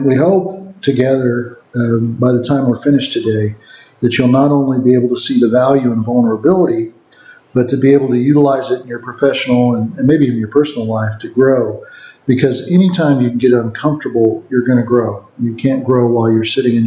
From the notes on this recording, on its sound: Please bear with us as someone, who will remain nameless, forgot to turn on the good microphone until halfway through!